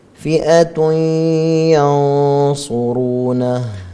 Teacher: إذا الإضغام الناقص إذا جاءت النون الساكنة والتنوين وبعدها واو أو ياء تدخل النون الساكنة والتنوين تذهب ذاتا تبقى صفة، وسمي ناقصا لبقاء الصفة وهي الغنة من الحرف الأول أثناء الإضغام · Term: إضغام ناقص